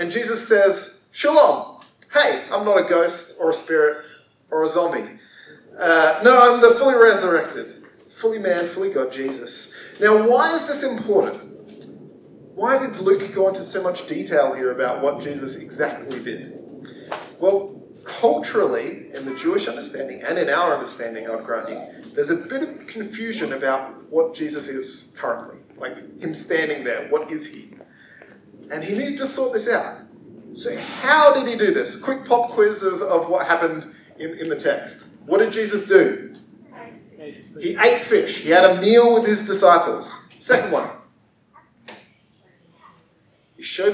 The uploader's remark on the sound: Audio is not to usual quality this week. We are still developing the system to fit our new location.